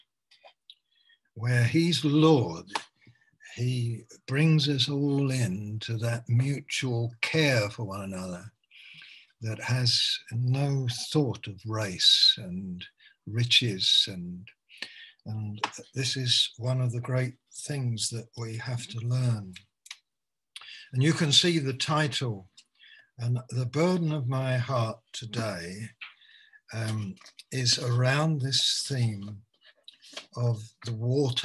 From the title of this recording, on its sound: Malaysia Meets (Zoom)